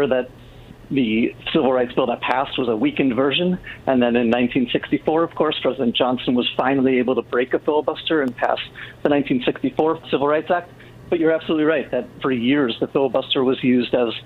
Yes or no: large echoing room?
no